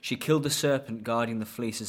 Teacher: You'll hear that back vowel moving. T's glottaled in the middle, ing's reduced to an IN.